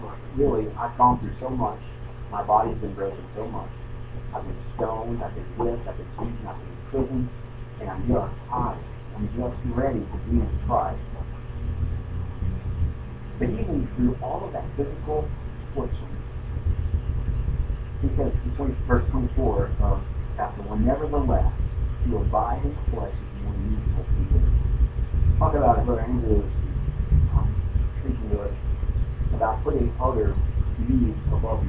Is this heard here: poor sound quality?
yes